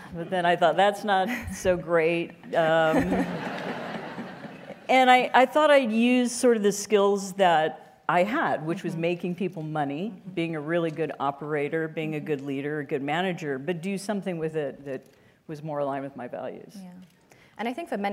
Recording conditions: live audience